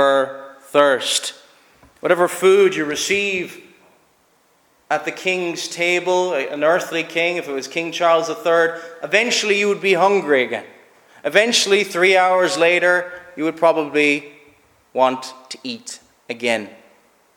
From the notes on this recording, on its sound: Preached at Shettleston Free Church -Continuing- at their communion season.